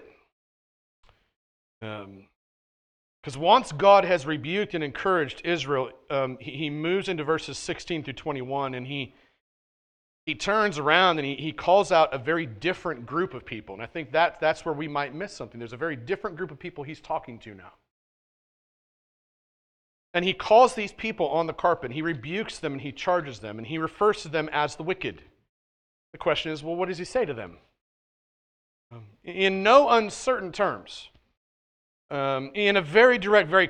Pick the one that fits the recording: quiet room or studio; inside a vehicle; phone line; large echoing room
large echoing room